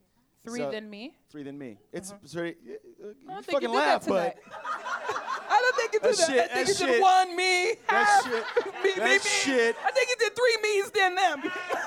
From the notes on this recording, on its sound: this ‘LIVE at Union Hall’ edition of On the Chopping Block!